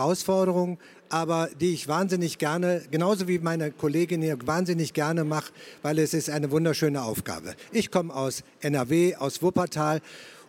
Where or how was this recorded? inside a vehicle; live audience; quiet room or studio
live audience